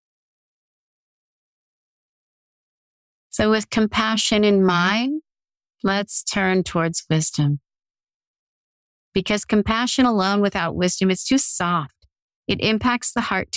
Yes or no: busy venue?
no